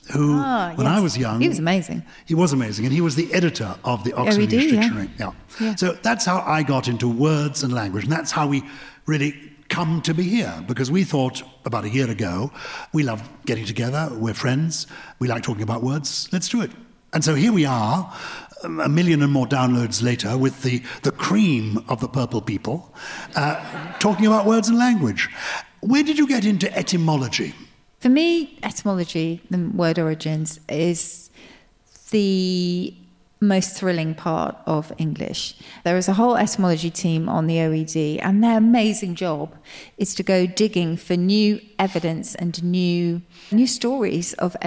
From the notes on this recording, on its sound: This week is our first ever show recorded in front of a LIVE audience. In front of a packed room of Purple People at the Islington Assembly Hall in London.